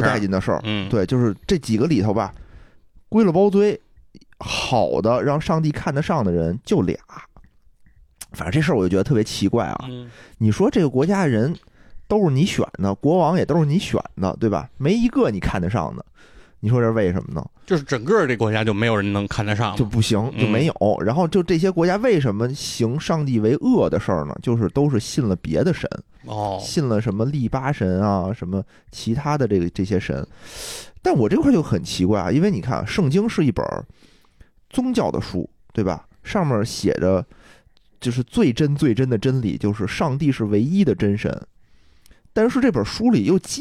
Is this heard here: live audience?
no